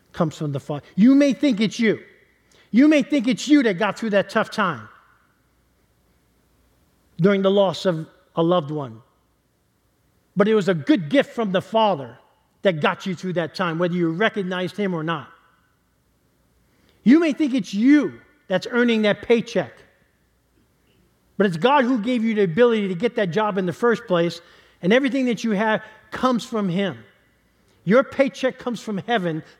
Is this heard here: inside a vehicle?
no